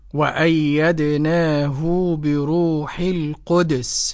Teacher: قرأ الإمام ابن كثير رضي الله عنه وأرضاه بإسكان الدال بعد قلقلة